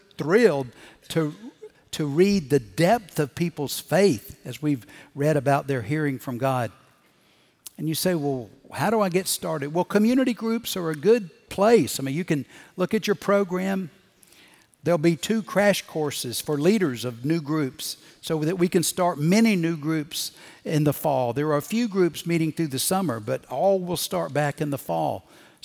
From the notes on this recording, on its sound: Recorded Live at Brookwood Church